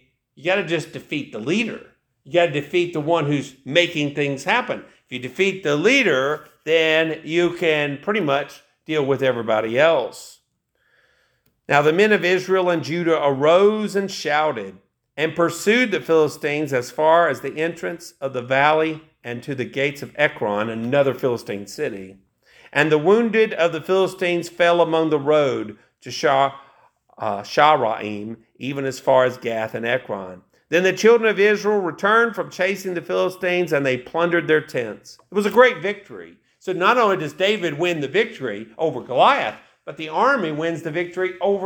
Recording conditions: large echoing room